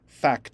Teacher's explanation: You need that k and the t. Both of those hard consonant sounds coming one right after another.